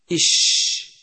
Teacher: الهمس، حيث يجري النفس معه عند النطق به